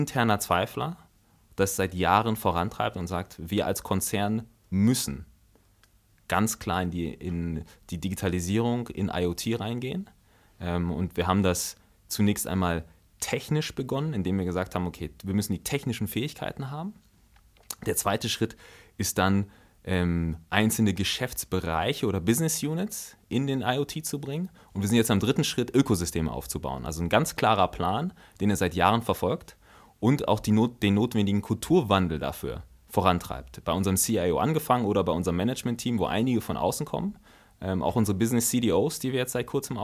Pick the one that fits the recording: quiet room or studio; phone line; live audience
quiet room or studio